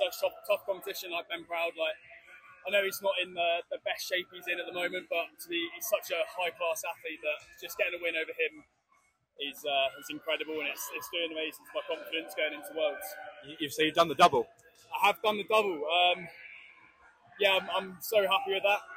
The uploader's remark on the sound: LIVE FROM BRITISH CHAMPS IN SHEFFIELD